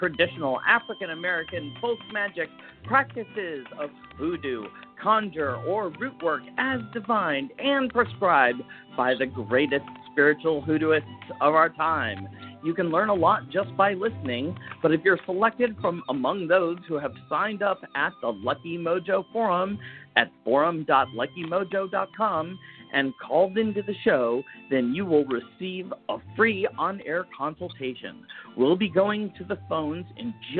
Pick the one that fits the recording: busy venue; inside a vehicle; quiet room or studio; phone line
phone line